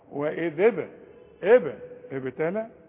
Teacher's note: واذ ابتلى الحروف اهي مرققة وناخد بالنا من كل باء عليها السكون تقلقل وقلقلة الباء تقفل شفايفك وتفتحها على طول تحصل القلقلة. وإذ ابتلى ومد بقى اتنين ألف من أجل الهمزة.